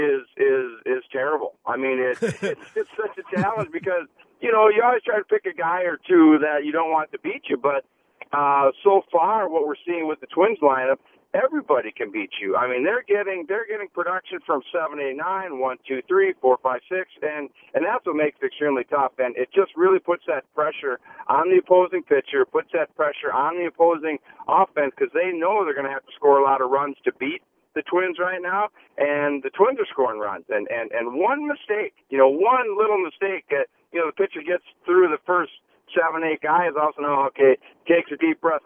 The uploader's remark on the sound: take phone calls